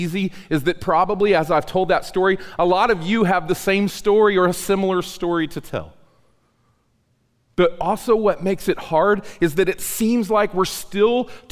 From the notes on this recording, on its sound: The audio in this episode was recorded on September 26, 2018 at the Acts 29 US South Central Church Planting Mini-Conference.